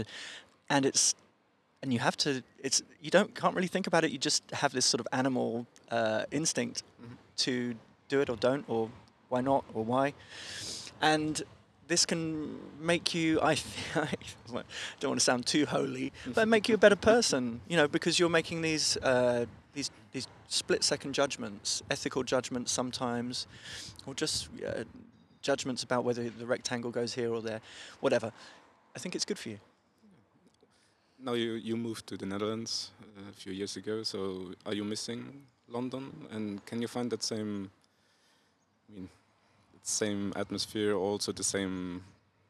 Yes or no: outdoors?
yes